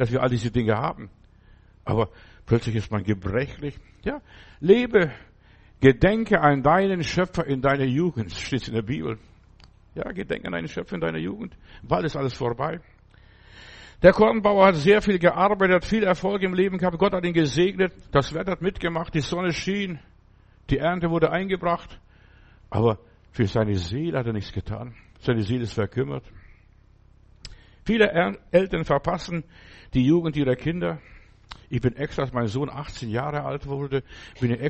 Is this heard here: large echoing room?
yes